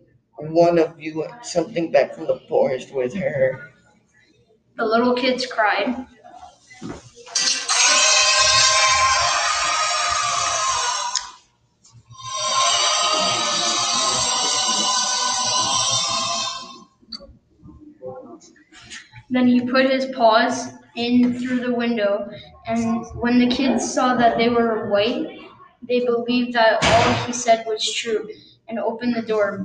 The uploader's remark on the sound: The audio is not that good because I didn't use my mic.